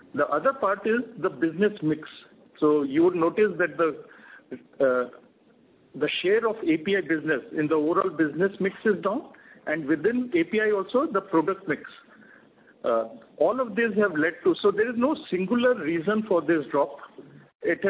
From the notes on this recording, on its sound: Results discussion/conference call. Q&A starts at 14:55.